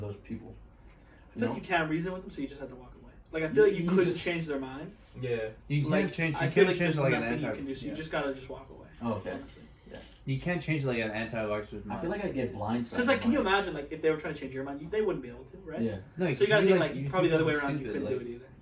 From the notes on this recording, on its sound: This episode is also known as the technical difficulties episode, our mic audio got deleted and the camera kept dropping.